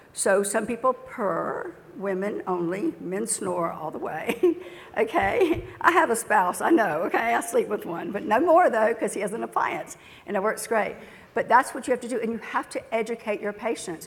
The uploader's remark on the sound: Is on stage discussing dental sleep medicine in her talk “Preventing Sleep Divorce,” presented at the 2017 Glidewell Dental Symposium.